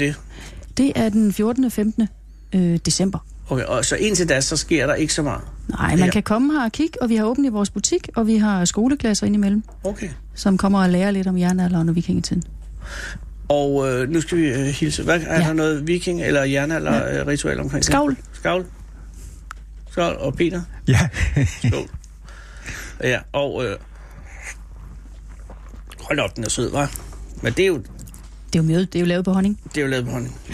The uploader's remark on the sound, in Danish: Live fra jernalderlandsbyen